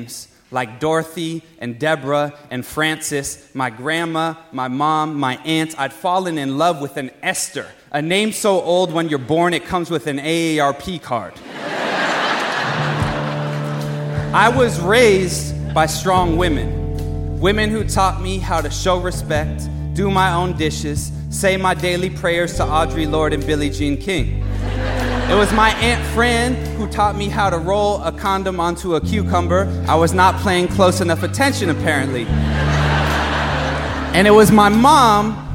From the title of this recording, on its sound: Live at BAM